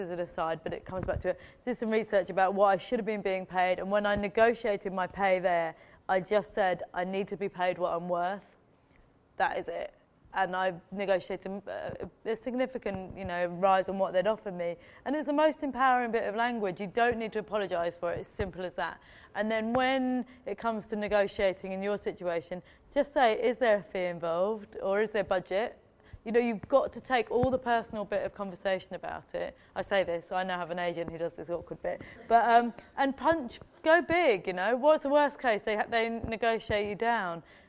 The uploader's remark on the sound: In front of a live audience at General Assembly in London.